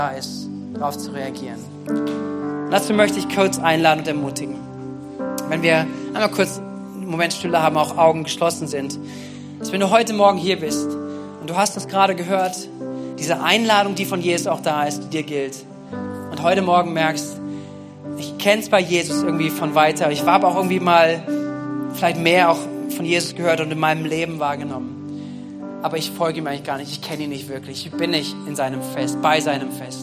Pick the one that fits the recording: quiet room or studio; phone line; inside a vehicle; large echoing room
large echoing room